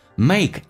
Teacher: A 这个发音稍微饱满一点，先发 A，再发 E。Make，K 不用发音，这叫略音，后面是一辅音开头。Make 气流阻塞一下，make the best 的 T 去掉，best speech 长元音嘴角咧到极限，you'll ever regret.